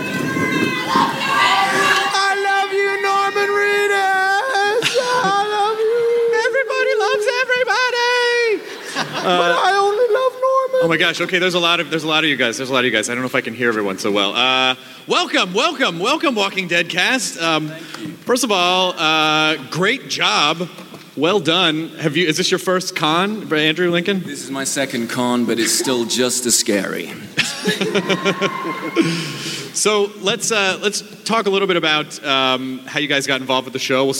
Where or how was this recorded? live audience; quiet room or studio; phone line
live audience